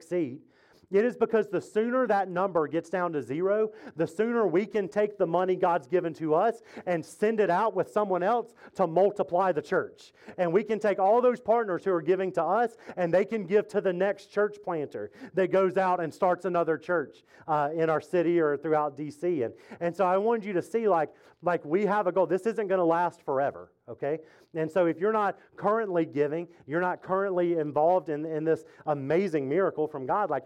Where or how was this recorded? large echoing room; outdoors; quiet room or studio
large echoing room